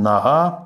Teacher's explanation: А все, что южнее Калуги, Калуги, это уже говор с «г» фрикативным. Там будет «нога», «а», и, соответственно, когда этот «г» фрикативный оказывается в конце слова или перед глухим согласным, он чередуется с «х».